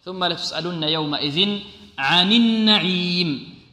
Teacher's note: النون هذه مشددة، فيها غنة أكمل